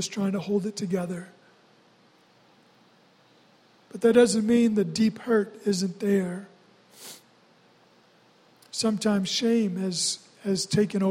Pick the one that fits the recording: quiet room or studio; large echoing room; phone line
large echoing room